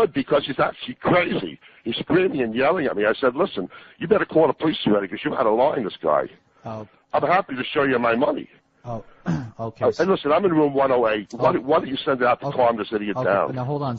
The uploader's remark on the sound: …'s Personal Prank Phone Calls Collection.